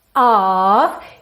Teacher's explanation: Of, escrito com OF, sempre, sempre, sempre vai ter som de OV